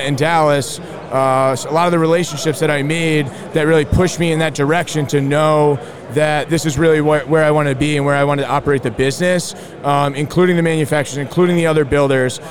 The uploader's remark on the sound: Up at the JLC Live show!